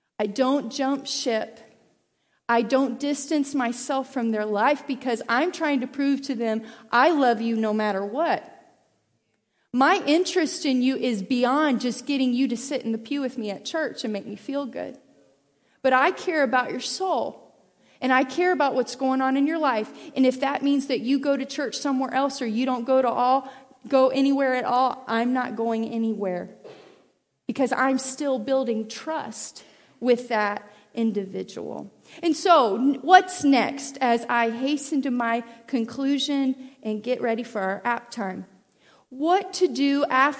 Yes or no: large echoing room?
yes